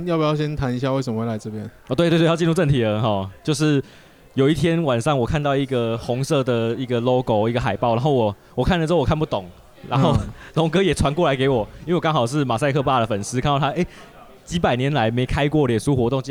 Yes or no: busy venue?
yes